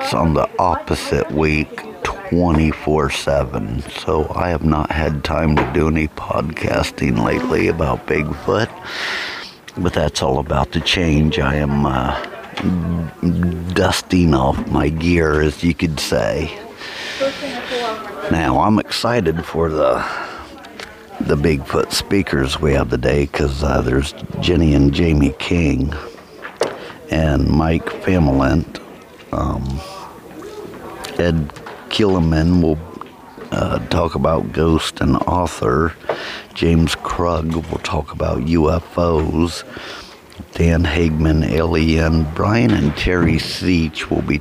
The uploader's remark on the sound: recording live from Penn-Ohio Paranormal Conference